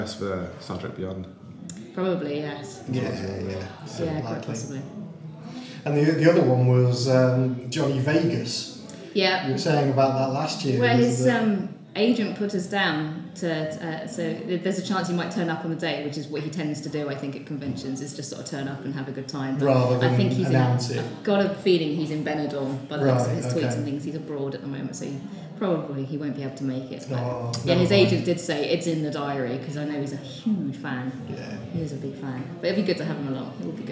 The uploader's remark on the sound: shows recorded at Hide N Geek for Free Comic Book Day 2016